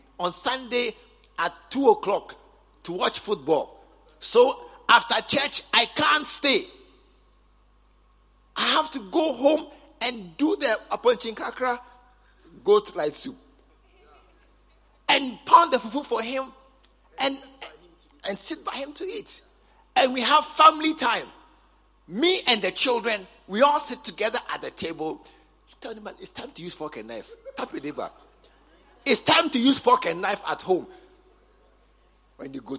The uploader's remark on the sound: Preached at the True Vine Cathedral, Bantama